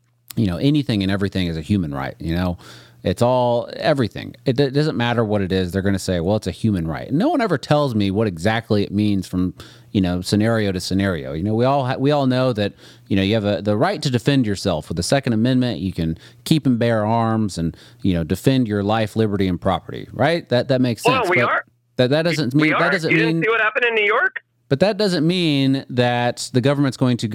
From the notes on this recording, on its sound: Was recorded over the phone. In Austin “Podcastropolis” Texas.